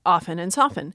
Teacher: They both used to have a T, and they lost it in the Renaissance, so 16th, 17th century, both those words lost their T. So you get often and soften.